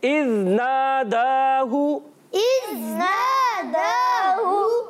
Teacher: نون الف زبر نا اور دال الف زبر دال کھڑا زبر دا، دونوں کی مقدار جو رہے گی وہ ایک ایک الف برابر رہے گی، یعنی کم زیادہ ہم نے نہیں کرنا.